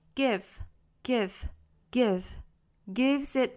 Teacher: 口型稍松形成一个 i，舌尖底下齿龈的位置，整个舌身有一个微微的翘度 · Term: 短元音的 i